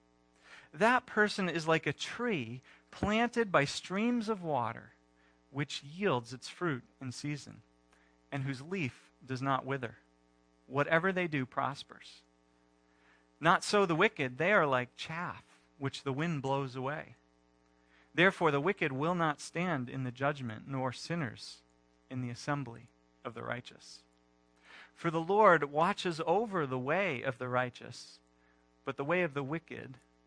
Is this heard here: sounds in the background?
no